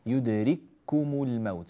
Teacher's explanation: أدغمت الكاف الأولى في الكاف الثانية فصار النطق بكاف واحدة مشددة · Term: إدغام متماثلين صغيرا